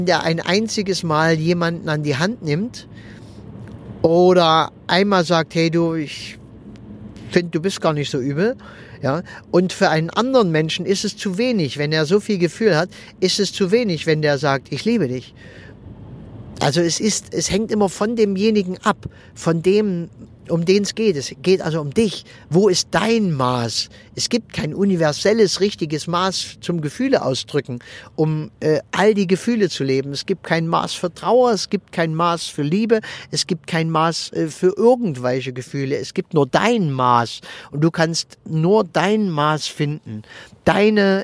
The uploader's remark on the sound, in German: Wenn ich mit meinem Aufnahmegerät am Straßenrand im Auto sitze, wenn ich während der Autofahrt aufnehme oder sonst irgendwie, dann ist die Aufnahmequalität etwas gemindert.